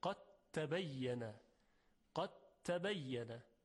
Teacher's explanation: ببینید دیگه هیچ اثری از دال وجود نداره، قد تبین حرف تی مشدد هست یا تا مشدد. پس تلفظ دو حرف که دال و تا باشه با صدای حرف دوم که تا باشه با تشدید · خب تبین در اینجا ادغام انجام میشه، یعنی دال در حرف تا ادغام میشه